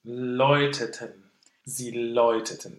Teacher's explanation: this is a funky kind of diphthong because we go to an open O as opposed to an A vowel.